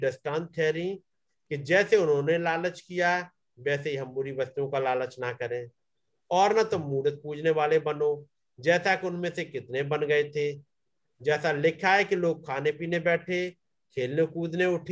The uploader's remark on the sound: Zoom Meeting